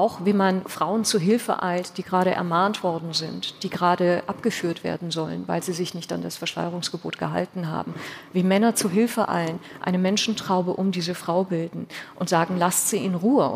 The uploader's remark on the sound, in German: Diese Folge des Podcasts haben wir live beim ZEIT ONLINE Podcast-Festival im Großen Saal des Westhafen Event & Convention Center in Berlin aufgenommen.